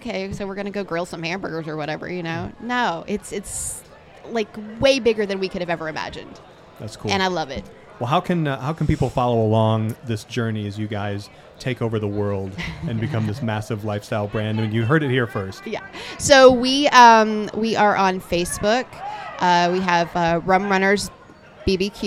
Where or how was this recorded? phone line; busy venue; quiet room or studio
busy venue